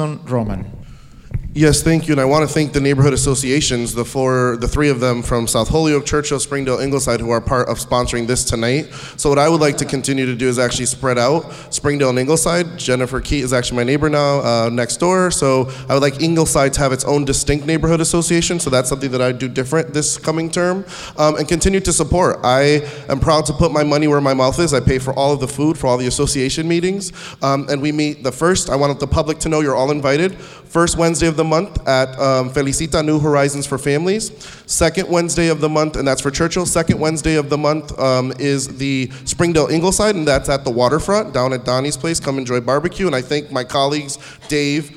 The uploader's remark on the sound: On this special broadcasting of the Holyoke City Council Ward Candidates Forum, at Kelly Elementary School, recorded on November 1st, 2017.